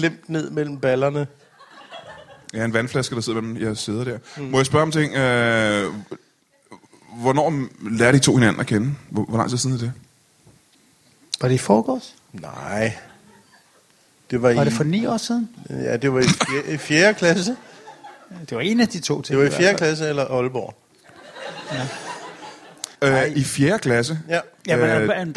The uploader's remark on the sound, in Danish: LIVE fra Herning